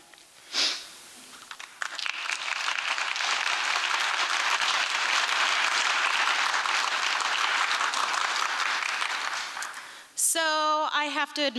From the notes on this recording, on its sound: Liberty Theatre-Friday Night. Recorded at the Liberty Theatre on Friday, February 24th, 2023.